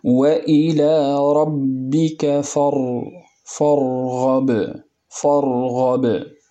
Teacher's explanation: الراء الساكنة زمنها أطول من الباء الساكنة